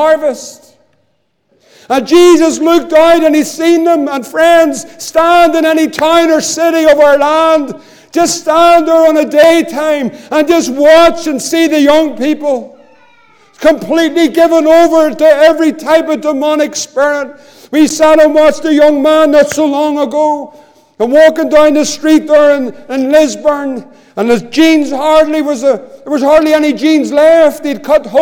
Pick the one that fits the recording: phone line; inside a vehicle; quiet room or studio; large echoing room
large echoing room